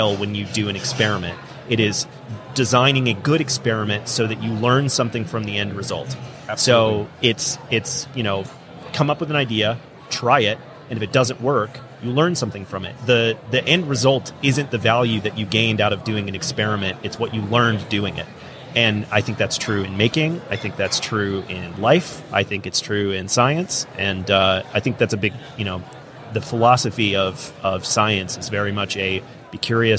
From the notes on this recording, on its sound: LIVE from WORKBENCHcon 2022. In the booth at WORKBENCHcon 2022.